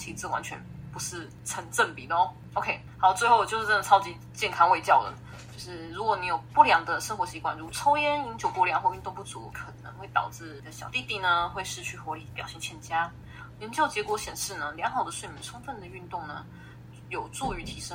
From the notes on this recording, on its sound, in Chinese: 但因為這次硬碟出了點問題，所以二次錄音下沒有收音的很好。如果有聽到一些雜音也請多多包涵。